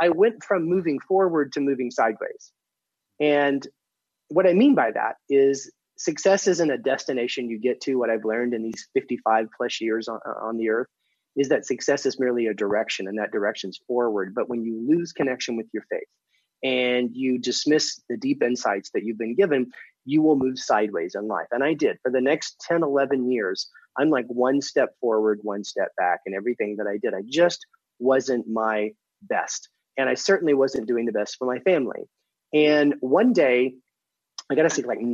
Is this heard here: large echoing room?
no